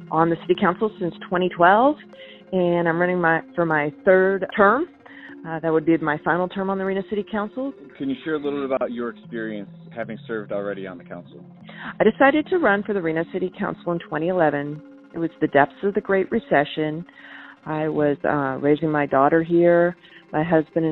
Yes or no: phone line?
yes